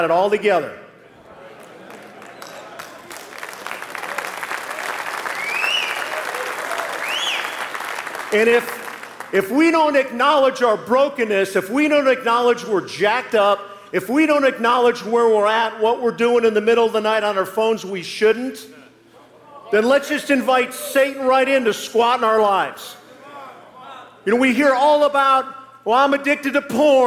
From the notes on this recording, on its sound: live message from the Kingdom Men's Gathering